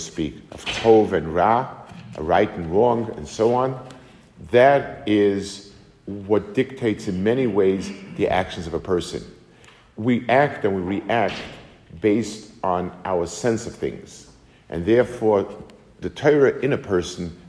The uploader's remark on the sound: Delivered to the Kollel in Atlanta, GA